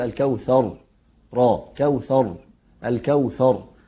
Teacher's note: فالراء هنا مفخمة لأنها ساكنة من أجل الوقف ثم قبلها حرف مفتوح · Term: تفخم الراء